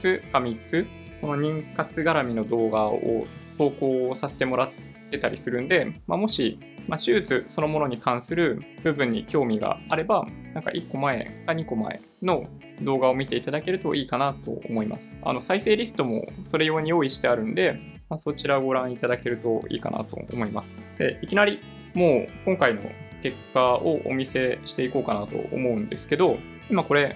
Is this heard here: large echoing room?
no